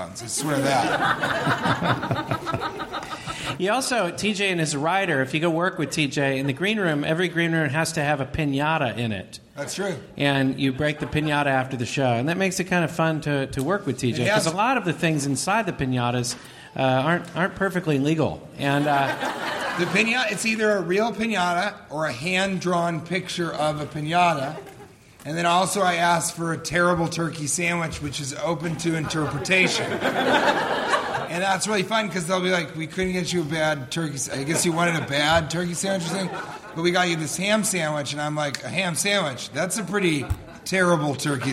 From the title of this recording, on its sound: Live from Comedy Central's Clusterfest!